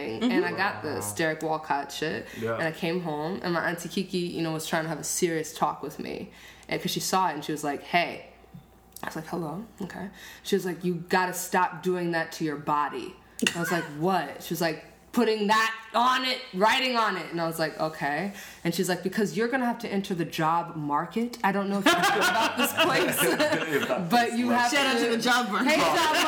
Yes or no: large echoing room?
no